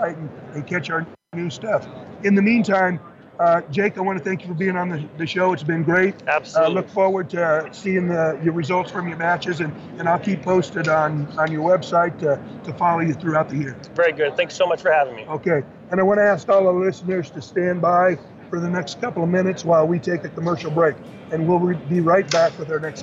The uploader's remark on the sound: LIVE AT SHOT SHOW 2018! LIVE from the McMillan SHOT SHOW 2018 booth!